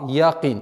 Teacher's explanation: И мы, распространенная ошибка совершается, звук «я» произносится с отголоском «а»